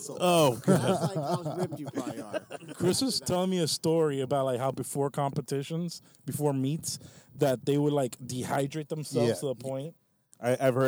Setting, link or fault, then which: setting, inside a vehicle